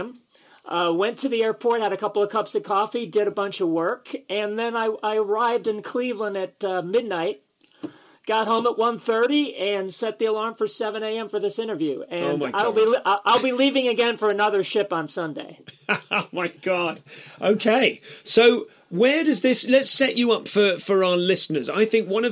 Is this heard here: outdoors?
no